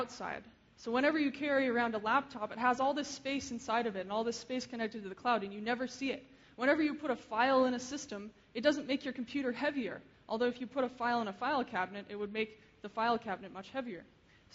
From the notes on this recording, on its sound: Keynote speech. Frontiers of Interaction 2011.